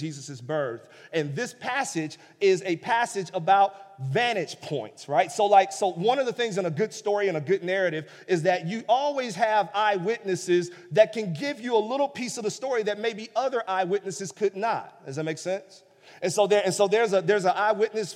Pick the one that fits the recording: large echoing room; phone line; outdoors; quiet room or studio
large echoing room